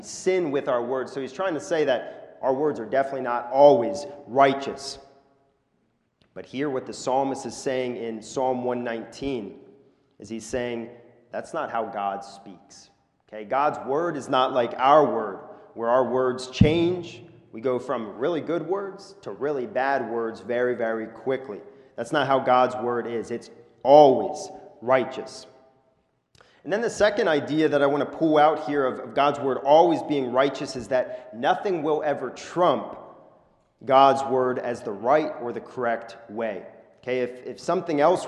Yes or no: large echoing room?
yes